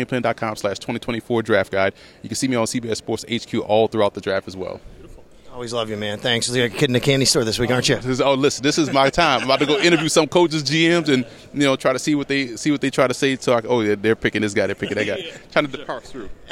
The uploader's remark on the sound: Live from the NFL Combine